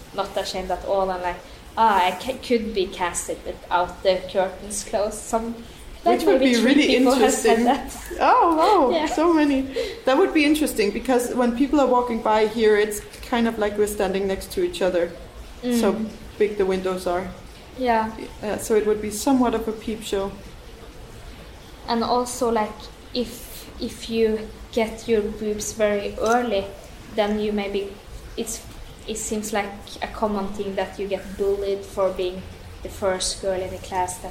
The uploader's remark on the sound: in the Kuva/Tila gallery of the Fine Arts Academy of Helsinki